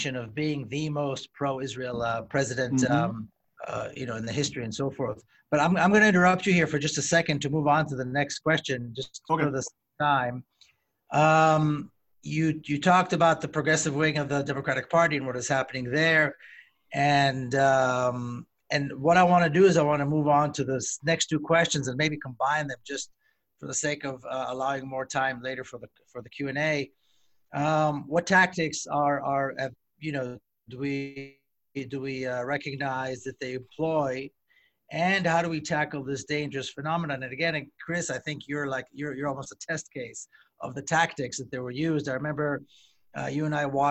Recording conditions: video call